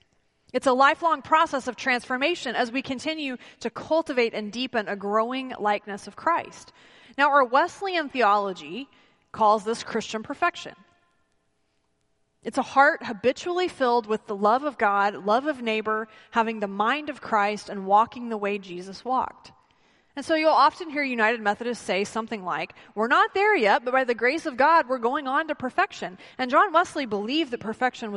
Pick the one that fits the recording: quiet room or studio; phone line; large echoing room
large echoing room